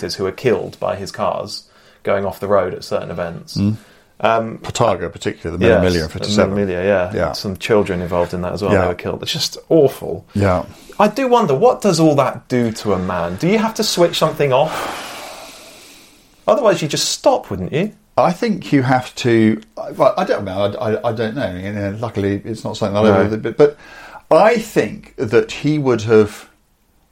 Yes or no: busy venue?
no